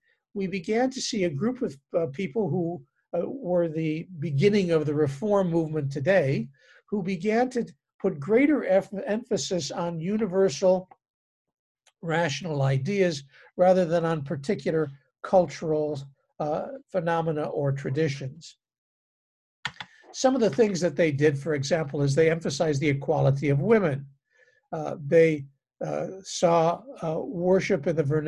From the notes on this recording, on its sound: Interfaith Zoom Class. Our interfaith gatherings involving Temple Israel, Christ Presbyterian Church and Holy Trinity Lutheran Church.